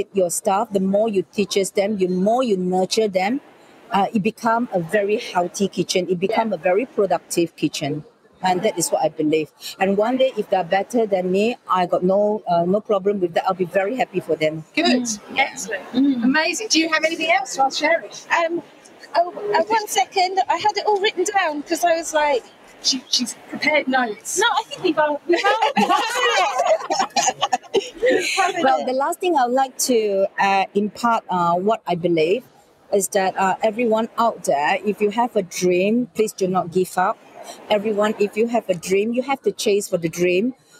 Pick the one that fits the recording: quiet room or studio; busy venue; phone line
busy venue